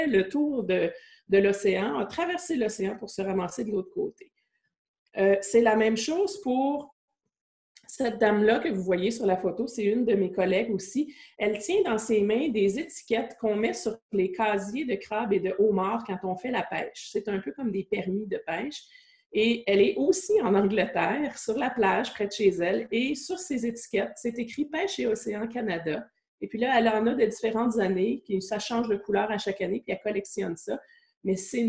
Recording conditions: video call